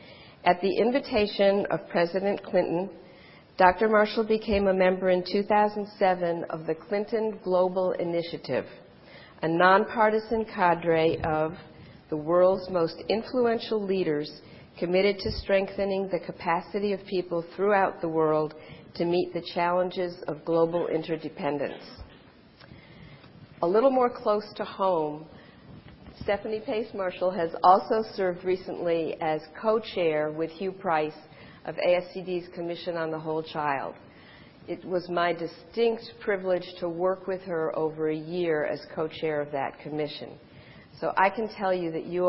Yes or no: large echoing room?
yes